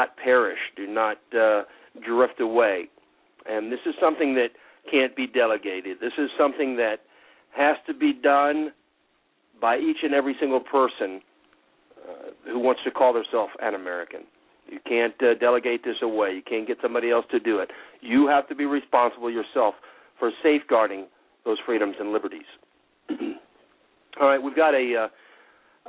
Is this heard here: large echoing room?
no